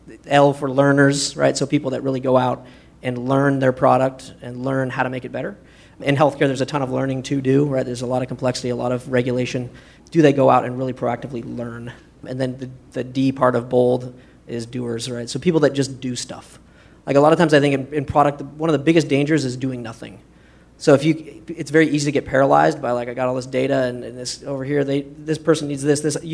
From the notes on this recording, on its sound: This is the audio recording from the live event on 6/2/2016. ProductCamp.